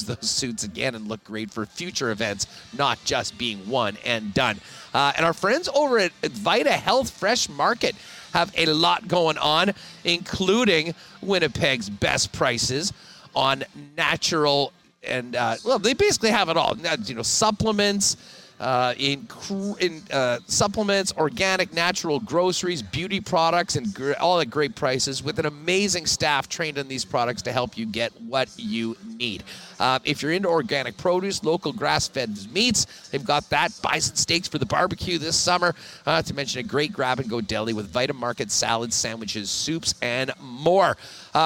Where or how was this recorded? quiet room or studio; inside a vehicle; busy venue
busy venue